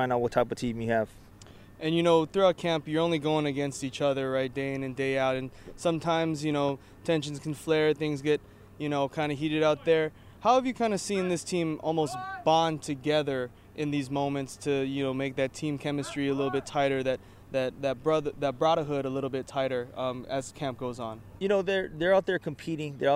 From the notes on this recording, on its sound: HNN Overtime’ goes on the road to UH football fall training camp. Go on location to the University of Hawaii for Rainbow Warriors football training camp.